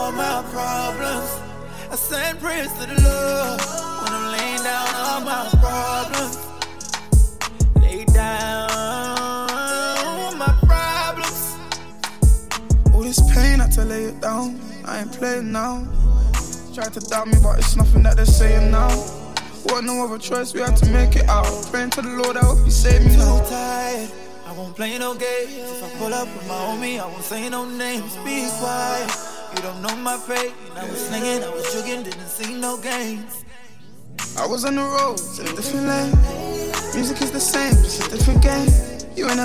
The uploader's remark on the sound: He joined us for a phone interview